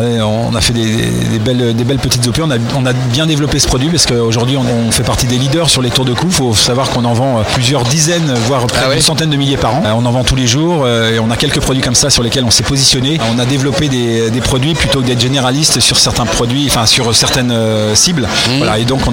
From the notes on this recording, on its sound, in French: Podcast En direct du Dock B à Pantin.